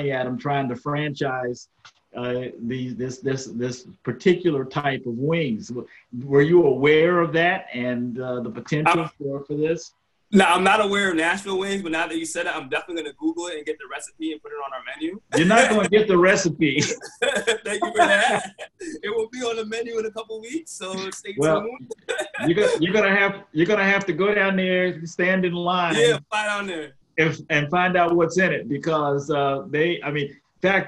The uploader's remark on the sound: Virtual Quadcast. Sits down virtually.